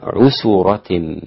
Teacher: انفرد الإمام أبو جعفر بضم السين في هذه الكلمة فيصير النطق بها عسرة هكذا، وهي لغة عند العرب.